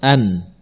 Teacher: nun sukun dibaca seperti aslinya, an, dengan gunnah yang tidak berubah ukurannya · Term: idhar